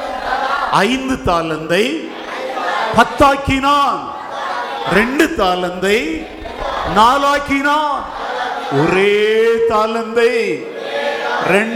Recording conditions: large echoing room